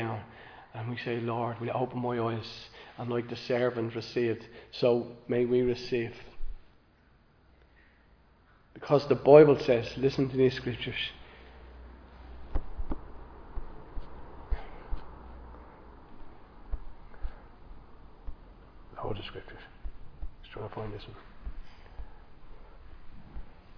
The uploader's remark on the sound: Recorded live in Liberty Church on 26 November 2023